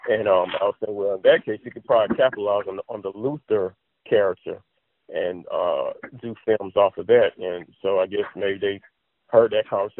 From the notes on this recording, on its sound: via phone commentary